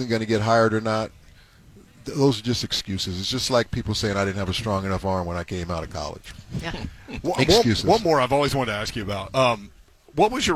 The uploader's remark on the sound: stopped by the booth at Radio Row with 3HL